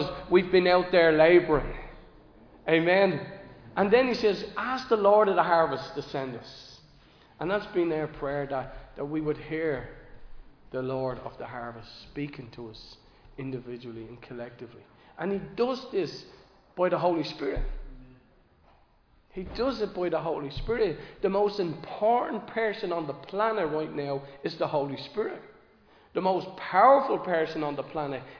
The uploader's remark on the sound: Recorded live in Liberty Church on 18 June 2023